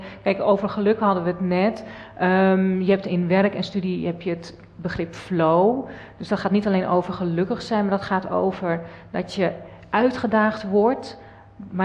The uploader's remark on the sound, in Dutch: 1 Uur Over… is een live gespreksprogramma dat op 15 maart 2023 werd opgenomen in de Serre van de Botanische Tuinen in Utrecht